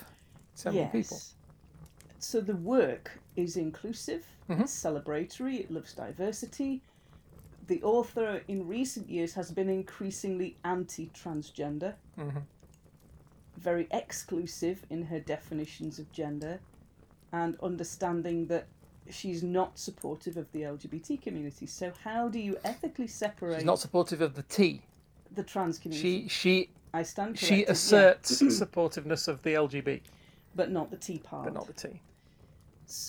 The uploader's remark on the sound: Background fire ambience